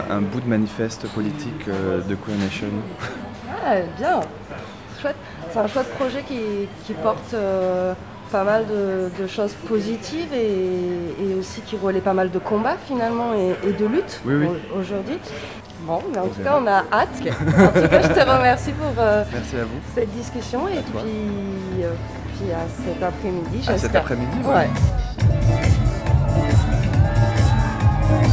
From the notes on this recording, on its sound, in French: Nous sommes parties au festival des arts de rue : Chalon dans la rue, à la recherche de spectacles féministes.